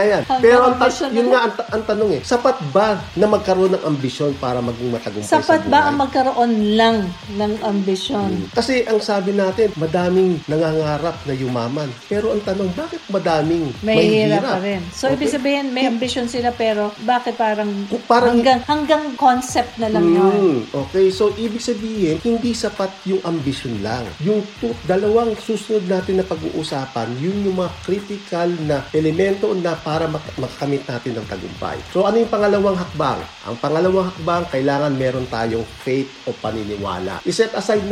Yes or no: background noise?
yes